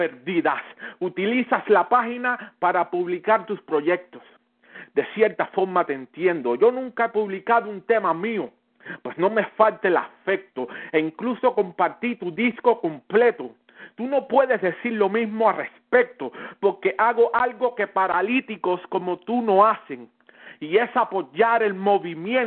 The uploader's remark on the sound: 3 way phone battle